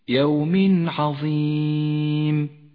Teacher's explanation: يظهر التنوين وما بعده من غير غنة أو تشديد · Term: حكم الإظهار